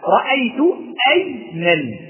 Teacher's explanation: فهمزة أي من همزة قطع لأنها حتى في وسط الكلام موجودة